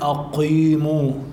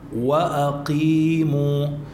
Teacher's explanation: جبت القاف لكن من غير استعلاء · Shown in: second take